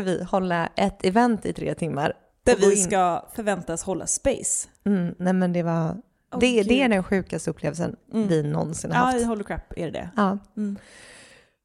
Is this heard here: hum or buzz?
no